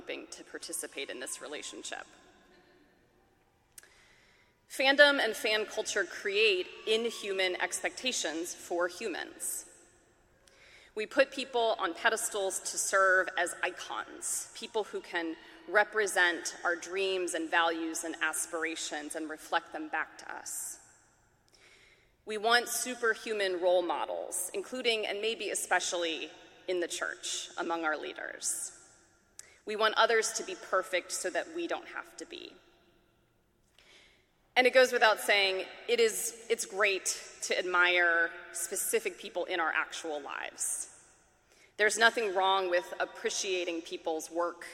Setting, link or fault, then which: setting, live audience